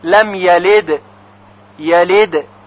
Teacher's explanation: حرف دال در کلماتی مثل یلد و یولد ساکن هست و باید با قلقله تلفظ بشه، یعنی صدای اون جهشی داشته باشه که مستمع بشنوه اون را.